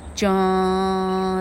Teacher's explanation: 你发现说这个字尾的 n 是什么时候开始读啊？它是跟母音要合在一起一起读，你这个字才会好听啊。所以 line 群组是读作啦啦，在啊，已经开始把鼻音加下去了。拉拉 line 才会动听哈，line。那么好，一二三四五六七八九的九叫做 nine，一样意思哈，nine，而不是那哎嗨，怎么念呢哈？还真要命啊！最显著的就是约翰这个字，约翰这个字你听到台湾人念对的哈，哇，那凤毛一角哈，好。它不是念作 JohnJohn，那不是这样念，是念作 JohnJohn。当你念 John，你的鼻音已经开始走了，因为这个字拼成 J O HN，字尾的 N 它必须发出来，它在前面的母音那个部分，它就开始走了，啊，它的音程就开始动作了，它的字这个字听起来就会非常的漂亮，叫做。John，听到的鼻音吗？John 念作 John，John，John，哈，而不是 John，哈，也不是 John，嗯，哈，不是这样念，是念作 John，啊，刚刚的什么 line，哈，好，那通常教完母音的时候，老师老